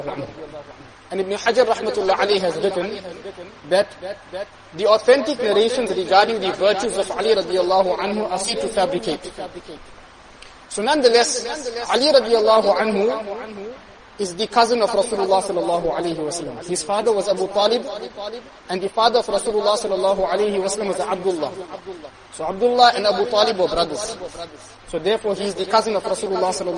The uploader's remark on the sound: Jumuah lecture